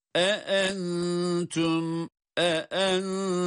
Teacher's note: İki hemze arka arkaya. Dolayısıyla her ikisinin de sesini ayrı ayrı çıkarmamız lazım.